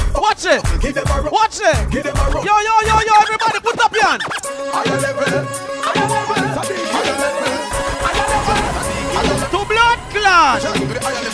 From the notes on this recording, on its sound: LIVE AT ISLAND SATURDAYS ON NOV 26TH, 2016